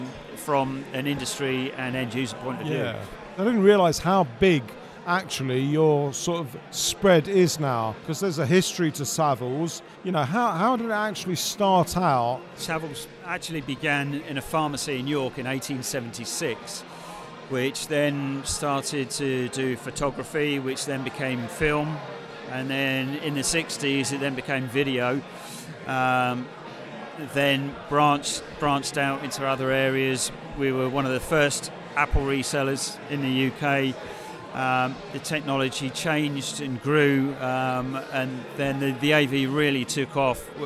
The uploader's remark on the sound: On December 12th 2019 we held the year’s final AVCF symposia series at 1 Wimpole St during the after party